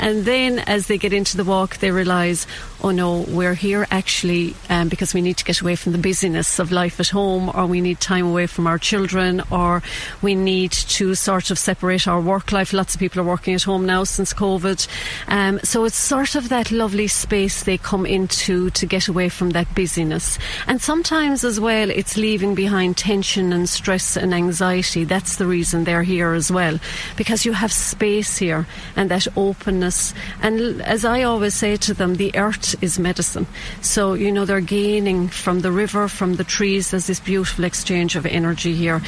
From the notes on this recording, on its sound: We go on a yoga walk in the Galtees. Went on a yoga walk up the Galtee Mountains.